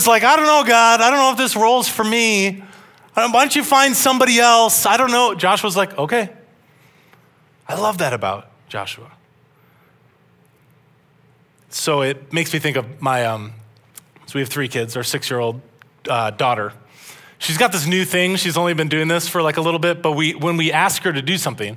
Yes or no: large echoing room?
yes